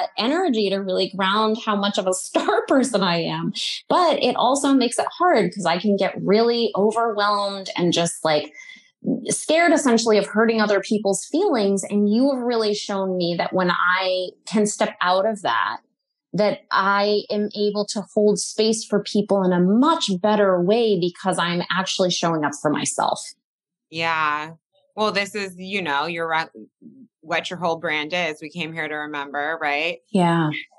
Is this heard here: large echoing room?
no